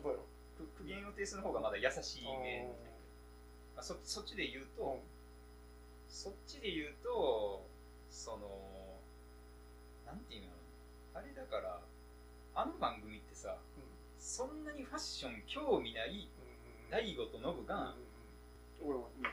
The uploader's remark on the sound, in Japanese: 録音機材の関係でノイズが入ってるのはご容赦ください